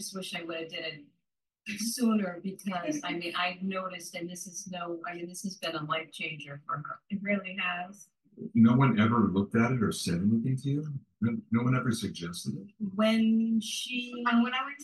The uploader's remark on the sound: Webinar Recording of Airway Health Solutions - Master Class.